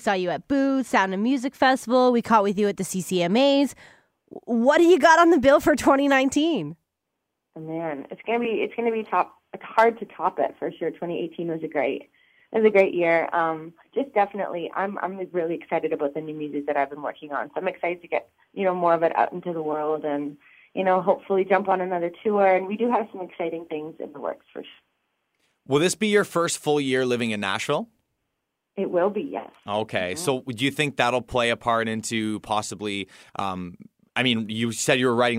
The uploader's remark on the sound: chat on the phone